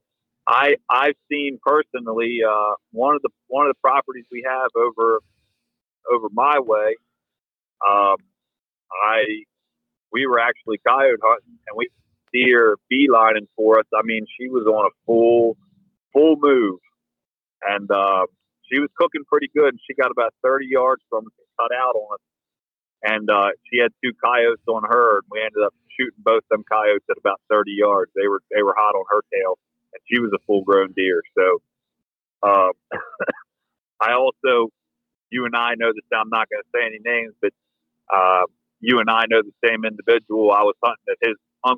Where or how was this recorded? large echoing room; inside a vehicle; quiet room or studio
inside a vehicle